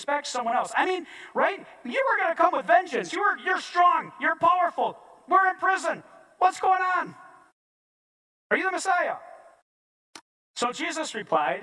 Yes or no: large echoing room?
yes